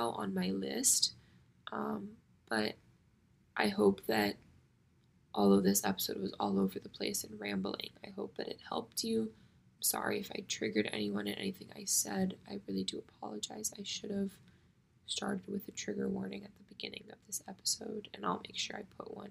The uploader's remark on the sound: Sorry for the audio being up and down, my voice was fried from talking for so long and the rainy weather really brought my overall mood down.